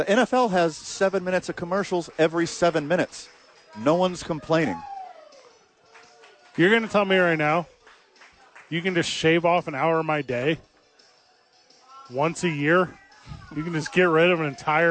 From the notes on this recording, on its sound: live from ABQ AXE!